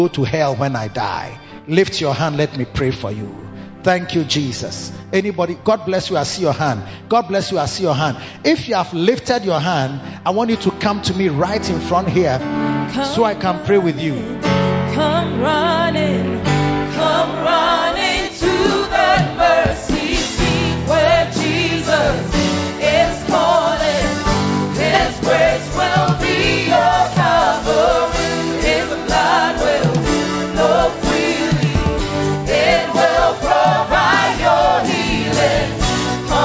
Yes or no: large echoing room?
yes